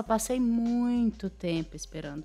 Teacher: você alonga esse muito